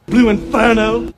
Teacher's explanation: Southern English accents are non-rhotic. You leave the R sound out after a vowel in a word like inferno.